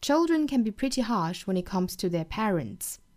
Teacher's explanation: 这句话的虚词呢是 canbe，这个 can 需要弱读成 can